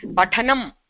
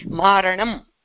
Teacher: पठनम् अस्ति चेत् तत्र दन्त्यनकारः श्रूयते, अत्र मूर्धन्यणकारः अस्ति रेफकारणात्. साधारणतया ल्युडन्तरूपेषु एव णत्वचिन्तनं भवति.